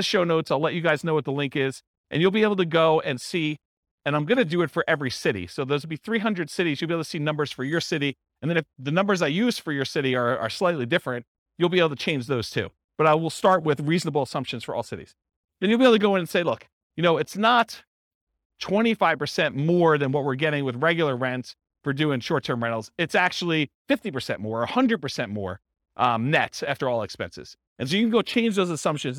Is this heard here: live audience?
yes